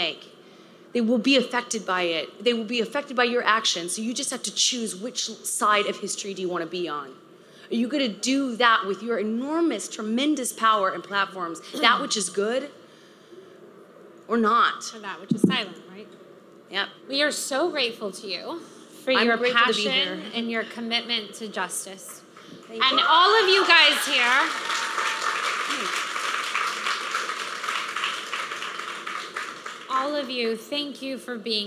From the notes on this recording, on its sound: We’re taking it back to the stage at our Create and Cultivate NYC conference